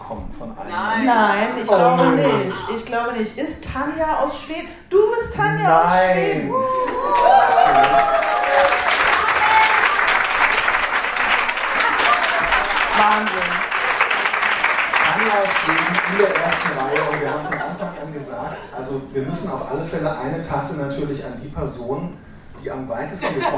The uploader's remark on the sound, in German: Wir feiern hundert Folgen „sexy & bodenständig“ mit der Live-Aufnahme unseres Jubiläums-Podcasts in der Lettrétage in Berlin-Mitte.